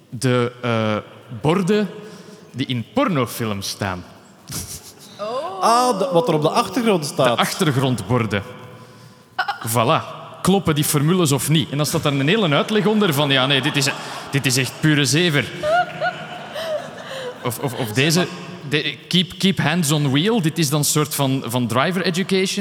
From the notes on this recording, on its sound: Nerdland Special: Science Comedy (Live in Captain Comedy Club).